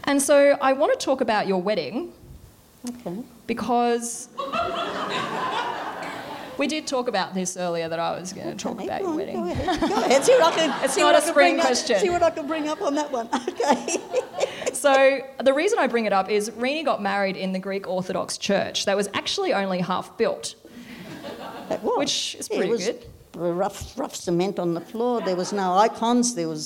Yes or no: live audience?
yes